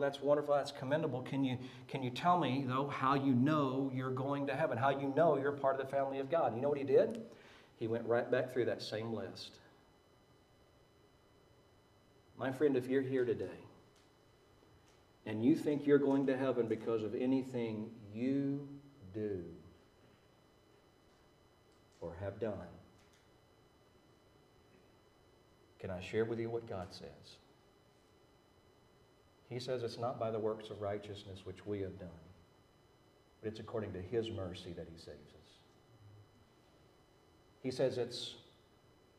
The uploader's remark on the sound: Preached at Maranatha Bible Church